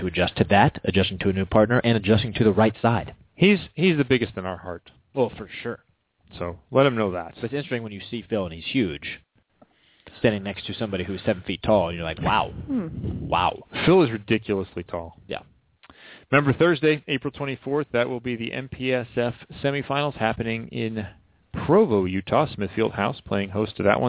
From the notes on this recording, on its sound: checked in, by phone, for a few minutes